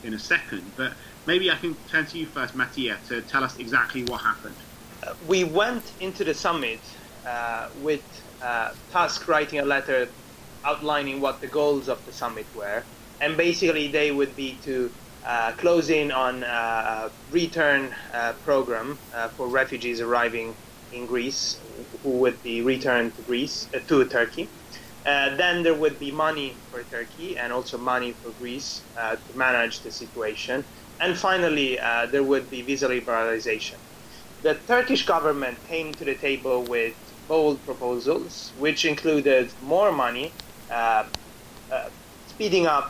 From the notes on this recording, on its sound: We have technical difficulties this week and we apologise for the sound quality.